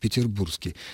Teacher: при произнесении вообще между «р» и «с» никакого звука нет